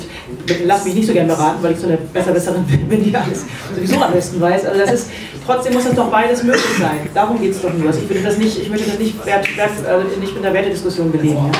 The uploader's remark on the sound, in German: Videodrom Live-Talk. Die Wortmeldungen aus dem Publikum wurden aufgrund der mangelhaften Tonqualität stellenweise gekürzt.